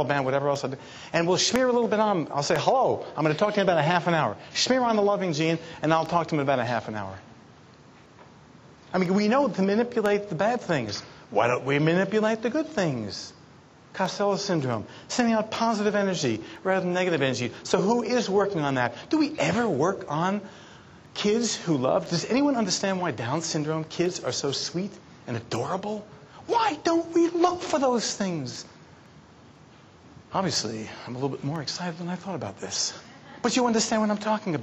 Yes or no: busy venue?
yes